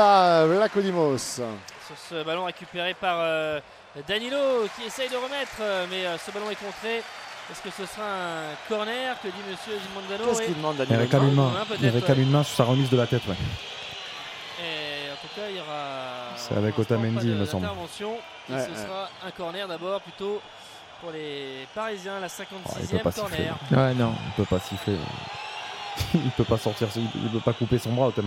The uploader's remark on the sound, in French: en direct de l'Estadio da Luz